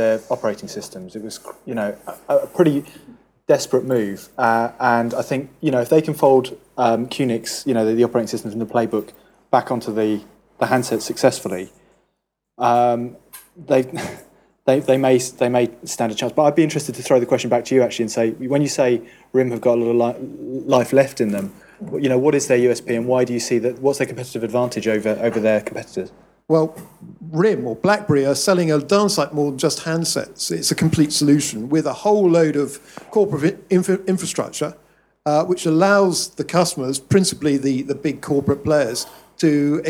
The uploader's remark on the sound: Last week we held the first public '361 Live' event "Mobile Question Time" sponsored by Nokia and LBi at LBi's HQ on Brick Lane in London.